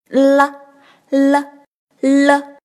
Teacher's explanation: 存好心，说好话，做更好的自己。大家好，欢迎您来到青年好声音的百日训练课堂。好，我们来到了是青年好声音百日训练课堂的第八天。那我们今天练习的呢，是连接上一课的对比训练，边音，了，我们这两堂课呢讲的都是比边音的练习。上堂课老师讲到了鼻音呢的发音要点呢，注意气流和舌头的位置。那么同样这个“了”音的发音要点呢，也是注意这两项，和“呢”鼻音是相反的。那我们在发“了”音的时候呢，气流是不通过鼻腔的。怎么叫不通过鼻腔呢？大家可以感受一下，把鼻头捏起来，鼻头不正的状态。好，那么同时石头的位置是舌头后窍，直接从口腔中滑下来。了，了，了，感受一下发“啦”的状态。啊。好的，那接下来我们进行绕口令的练习。太阳从东往西落，听我唱个颠倒歌。天上打雷没有响，地下石头滚上坡